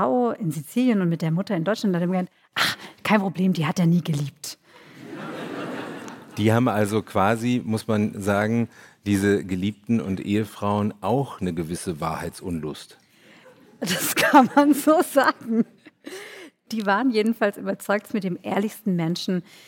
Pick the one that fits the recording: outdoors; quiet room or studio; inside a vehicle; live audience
live audience